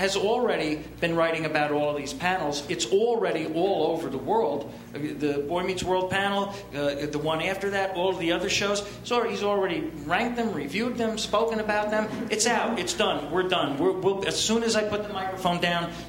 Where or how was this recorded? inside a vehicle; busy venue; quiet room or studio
busy venue